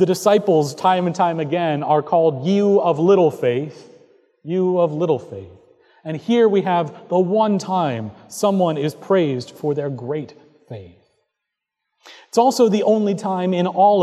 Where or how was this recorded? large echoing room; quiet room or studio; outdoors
large echoing room